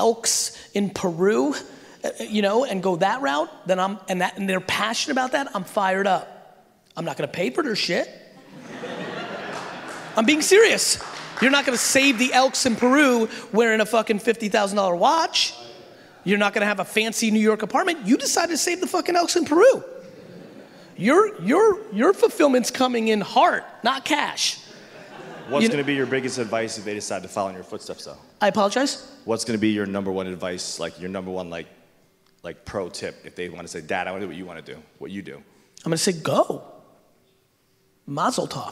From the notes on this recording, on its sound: A Throwback to Slime Bash 2019. We quickly dive into Q&A where I answer some of the crowd's questions.